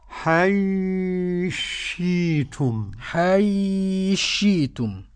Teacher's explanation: السوسي يدغم الثاء في الشين